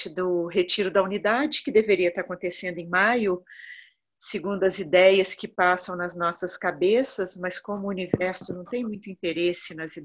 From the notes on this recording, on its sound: Online via Zoom